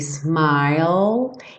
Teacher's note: o smile termina com o som do L, língua no céu da boca, ignora o E do final.